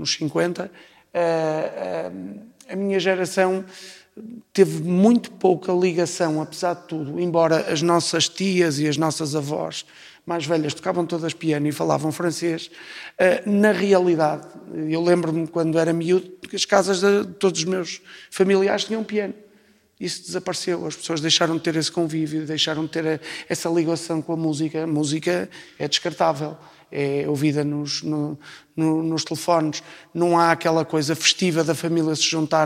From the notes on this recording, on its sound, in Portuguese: Ao vivo. Gravado no Coliseu Porto Ageas. A dado momento, o microfone da apresentadora ficou sem pilhas.